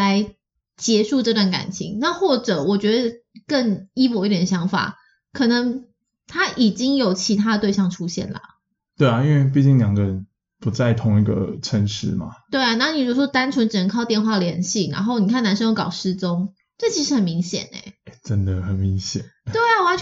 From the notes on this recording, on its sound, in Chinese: 本集錄音當下有點小問題，聲音品質受到影響，請見諒囉！